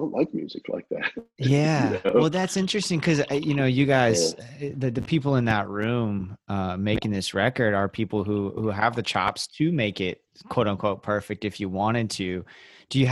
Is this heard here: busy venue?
no